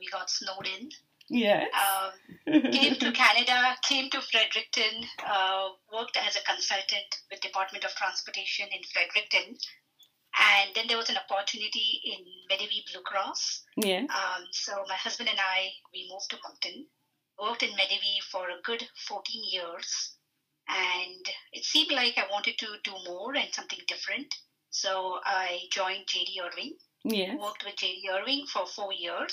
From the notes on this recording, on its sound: The audio on this one is rough